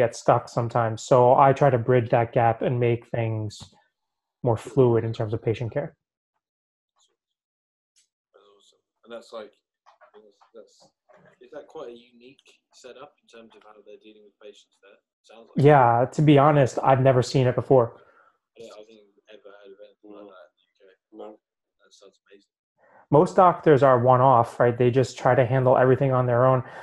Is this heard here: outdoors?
no